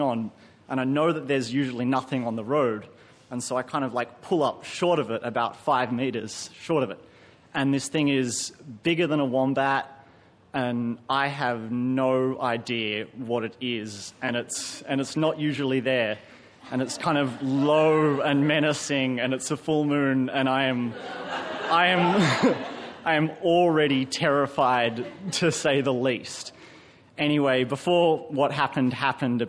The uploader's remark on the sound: Recorded live at the Arthouse Hotel, Sydney.